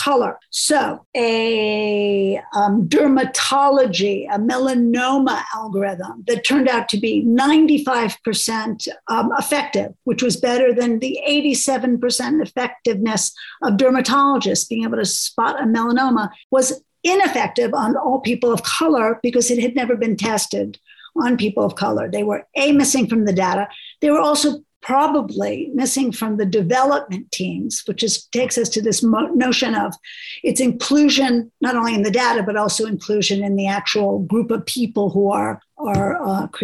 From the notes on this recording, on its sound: Taking questions from our listeners who joined the live webinar as it was recorded.